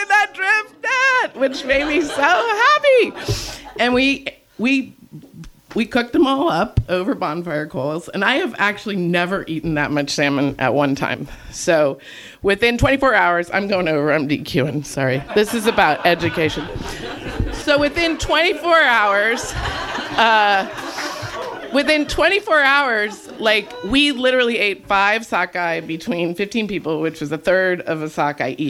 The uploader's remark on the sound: Handpicked stories from the 2022 Storytelling Festival in Kennicott-McCarthy. The Wrangell Mountains Center hosted 3 days of grassroots storytelling that summer, featuring local and visiting storytellers.